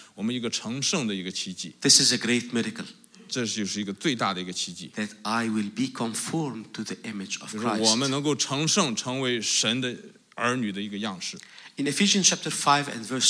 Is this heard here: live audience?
yes